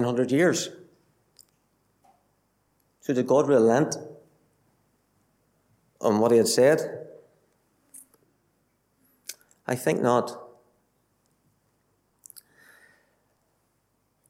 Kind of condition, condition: setting, large echoing room